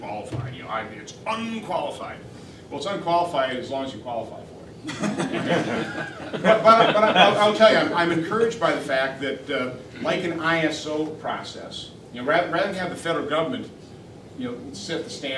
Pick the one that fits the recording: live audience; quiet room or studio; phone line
live audience